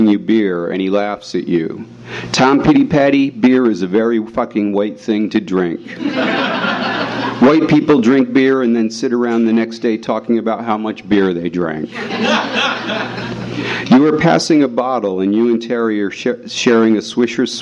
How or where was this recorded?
live audience